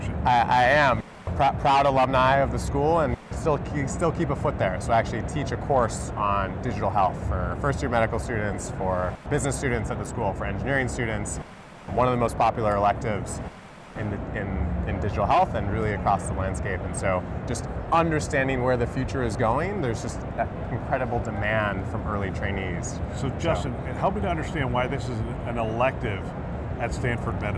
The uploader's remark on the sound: it’s an Interview in Action live from HLTH ‘22